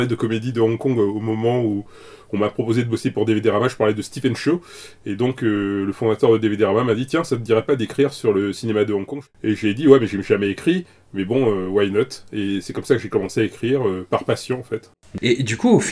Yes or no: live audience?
no